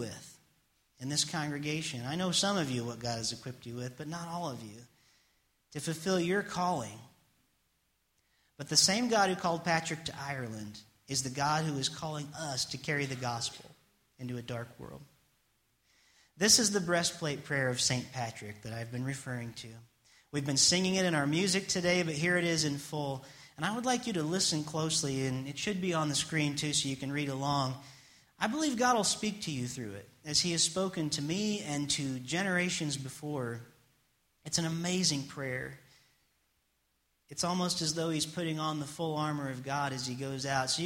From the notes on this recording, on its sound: It's message I preached on Sunday Morning March 13th, 2016 at First Church of the Nazarene in Springfield Ohio.